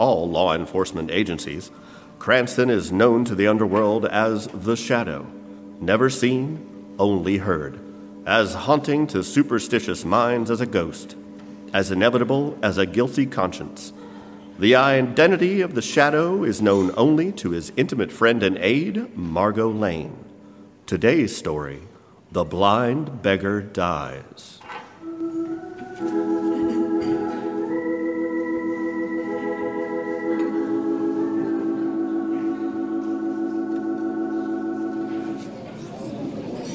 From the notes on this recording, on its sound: This Radio Drama was performed & recorded LIVE on Febuary 23, 2019 at First Church in Sterling - Sterling, MA. Produced by Sterling Community Theatre.